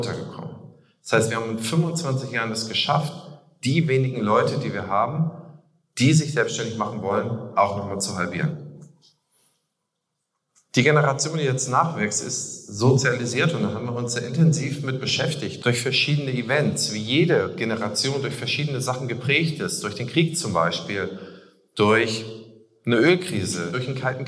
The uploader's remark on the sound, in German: Außerdem hört ihr meine Keynote von der Opti Summer School 2023.